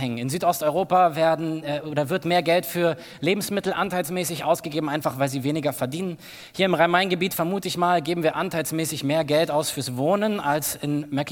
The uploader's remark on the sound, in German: aus unserem Gottesdienst am 20.